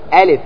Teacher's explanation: يقول ألف داخله همزة، يقول كل حرف مسمى في أوله الهمزة والألف واحد، الهمزة والألف واحد، لأنك إذا قلت ألف نطقت أول شيء همزة